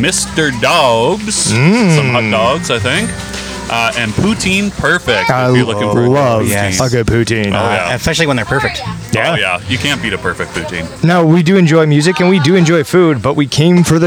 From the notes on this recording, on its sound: The guys take a tour to Paris...Ontario for their first live event! The first live event was held at the Paris Drinks Fest in Paris, Ontario. We have our first live interviews, our first fan of the podcast appearance. We hope you enjoy the environment as live music plays in the background throughout the podcast.